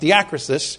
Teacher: Accent on the second syllable.